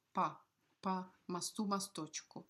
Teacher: since it's unstressed, this O will not be pronounced like an O, but as a short, dark A.